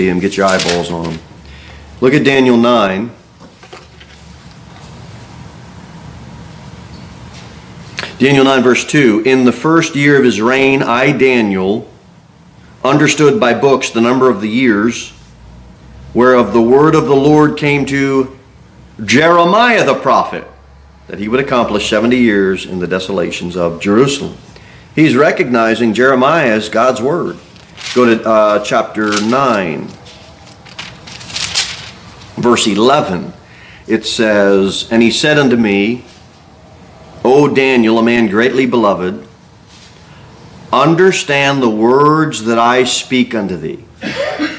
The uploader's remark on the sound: Sermon delivered at Pilgrim Baptist Church